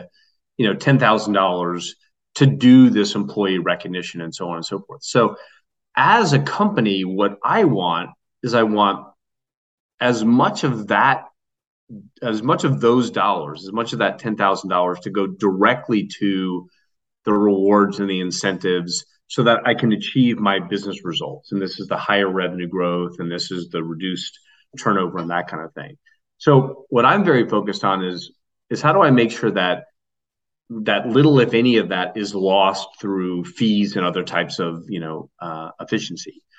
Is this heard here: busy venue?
no